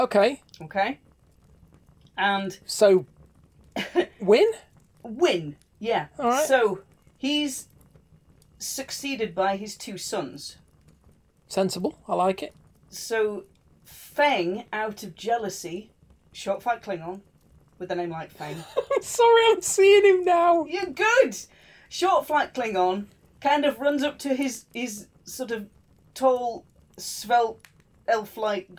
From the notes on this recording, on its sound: Background fire ambience